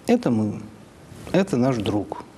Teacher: Вот между «это мы» и «это наш друг» большая, хорошая фразовая пауза.